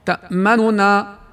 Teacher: لأنك تختلس بعض الضمة فتنطق تقريبا بثلثها فقط · Term: الروم